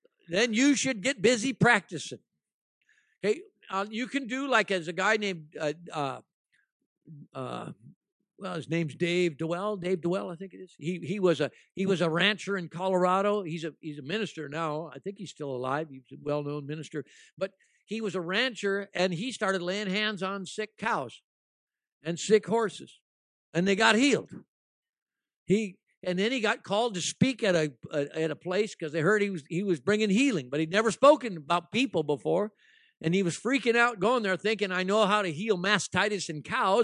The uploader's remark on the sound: at ALife Church in Bellingham, Washington